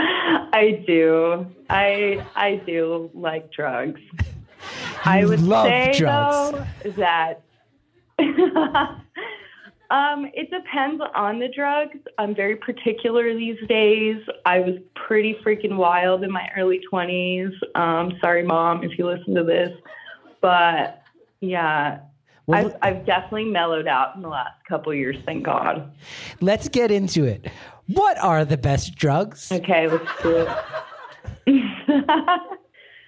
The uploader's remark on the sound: Live from Pittsburgh